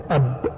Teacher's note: الباء تخرج من الشفتين بإطباق، أب صفاتها 1 2 3 4 5 على حسب ما يذكر. · Term: حرف الباء